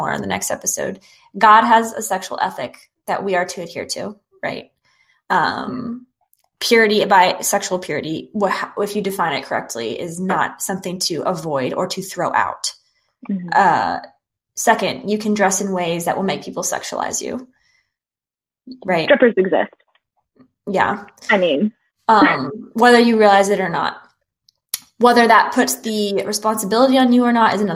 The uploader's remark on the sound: Part 1 features us revisiting high school trauma and plenty of microphone issues.